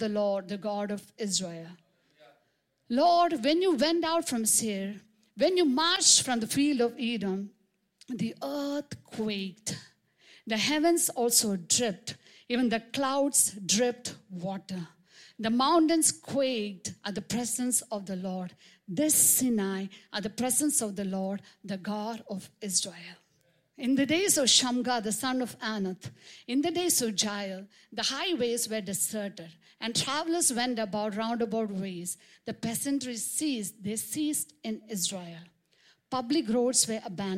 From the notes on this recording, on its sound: preached on 26 March 2023 at Revelation Church.